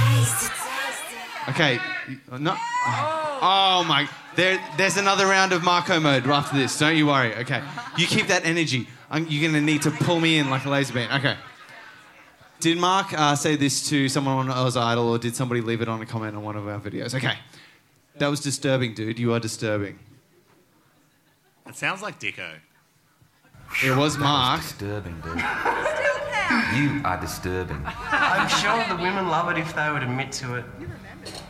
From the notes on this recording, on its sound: Recorded at The Corner on our May Tour!